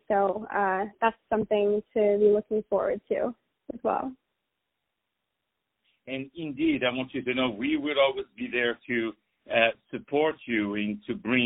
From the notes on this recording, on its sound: On the phone